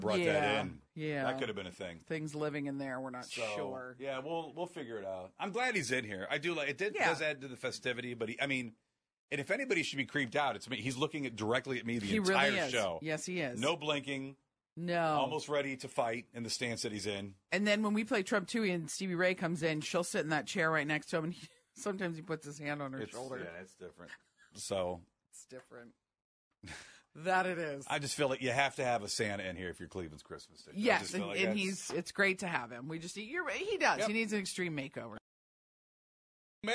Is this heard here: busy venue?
no